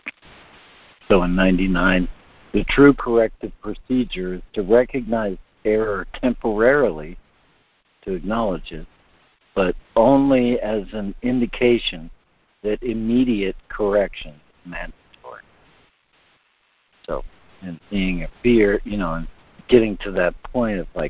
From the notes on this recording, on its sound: ACIM Daily Conference Call